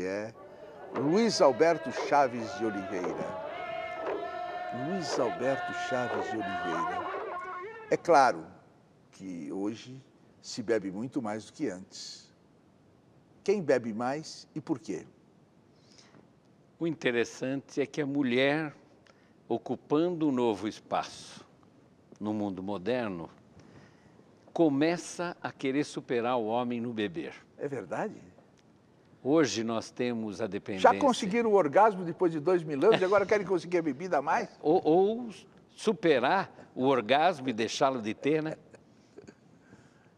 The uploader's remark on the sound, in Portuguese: para um grande público